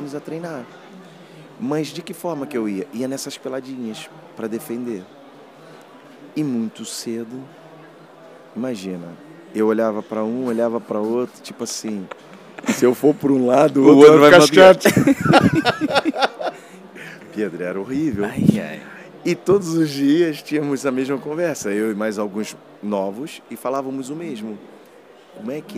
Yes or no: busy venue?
yes